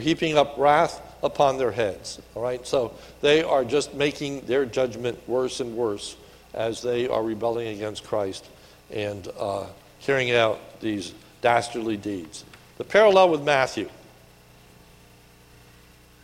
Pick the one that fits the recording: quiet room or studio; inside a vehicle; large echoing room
large echoing room